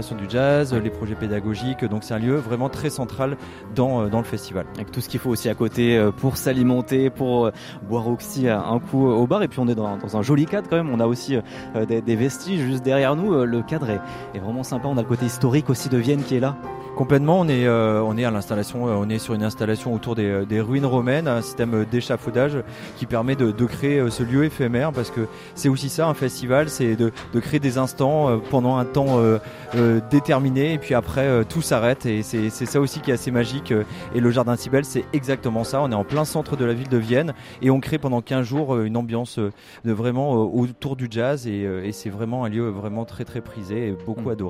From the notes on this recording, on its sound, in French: En direct de Jazz à Vienne 2022.